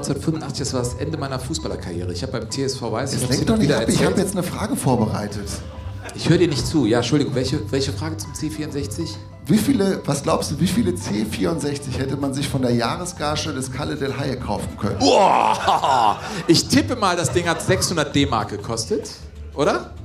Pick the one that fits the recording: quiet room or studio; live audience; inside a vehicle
live audience